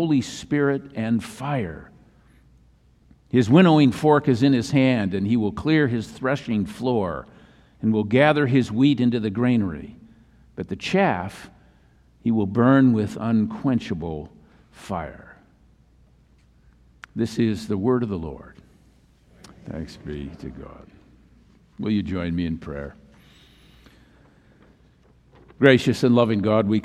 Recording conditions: large echoing room